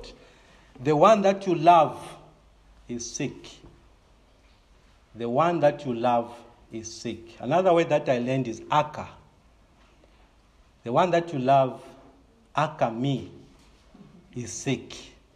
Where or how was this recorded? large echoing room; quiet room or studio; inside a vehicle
large echoing room